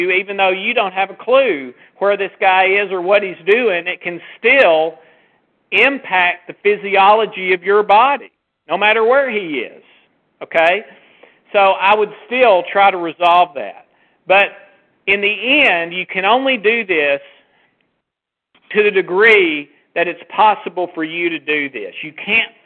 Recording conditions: phone line